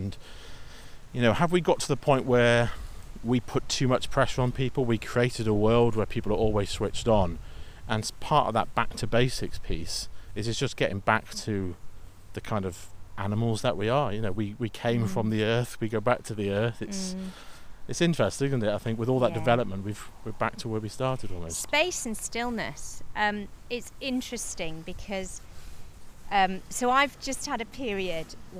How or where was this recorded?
outdoors